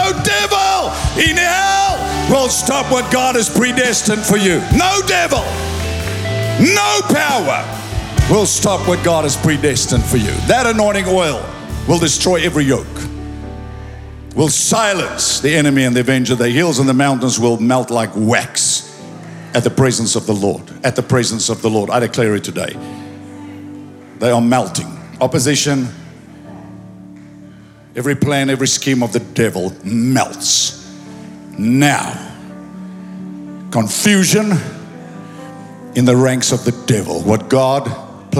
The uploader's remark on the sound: Recorded live at Planetshakers Church (Melbourne) on Sunday 14th of January 2024.